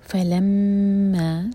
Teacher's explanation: فلما، میم پشدہ ہے تو یہاں ہم غنہ کریں گے، میم کو ہولڈ کریں گے 2 سیکنڈس، اور ما دو حرکہ لمبا مد طبعی